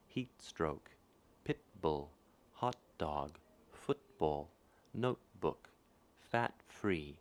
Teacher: T before a consonant. It's an unaspirated T